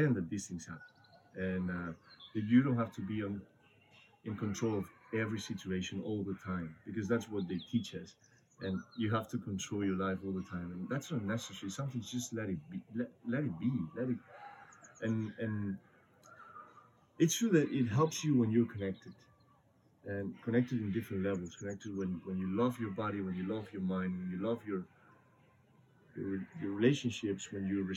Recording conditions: background noise